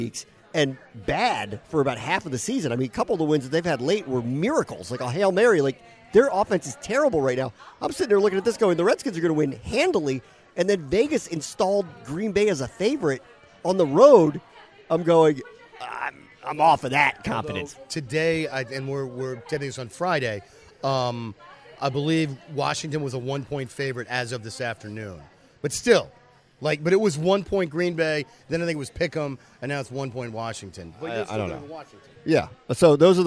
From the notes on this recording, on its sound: Together again, at the bar. Record live (and together again!) from a bar.